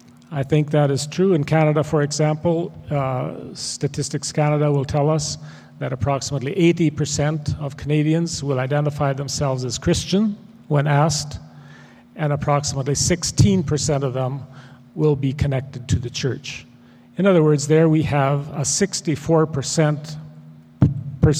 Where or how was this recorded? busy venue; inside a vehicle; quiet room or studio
busy venue